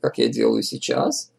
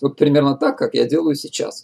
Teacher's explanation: Вот сейчас я поставил точку голосом, у меня просто интонация упала. · Shown in: second take